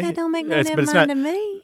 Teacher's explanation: I mean, I heard it growing up in the South, and when I think of that expression, my voice goes up an octave and I lose the R